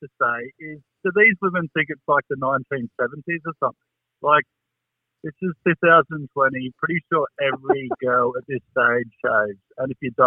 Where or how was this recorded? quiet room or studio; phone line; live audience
phone line